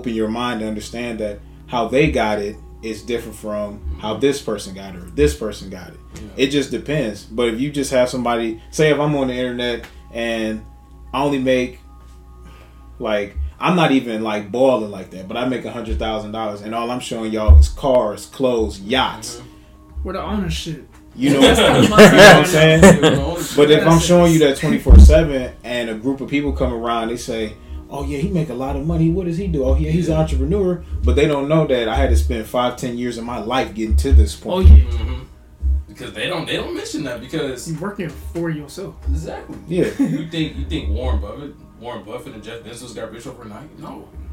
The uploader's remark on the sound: We were experiencing some technical difficulties